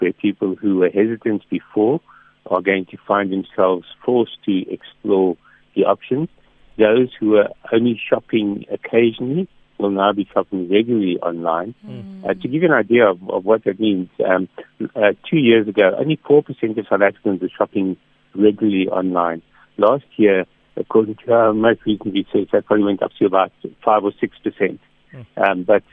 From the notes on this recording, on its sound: PHONE INTERVIEW.